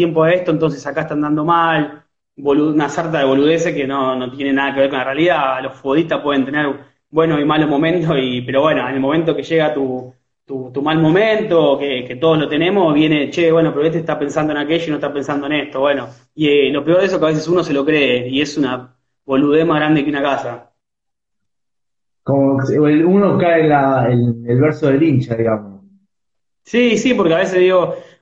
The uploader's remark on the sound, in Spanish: una entrevista desde Instagram Live